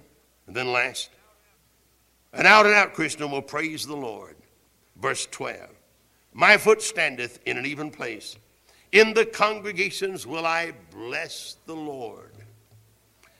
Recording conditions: large echoing room